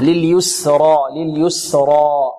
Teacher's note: السين هنا كذلك مرقة والراء مفخمة، لليسرى لليسرى، والألف بمقدار حركتين.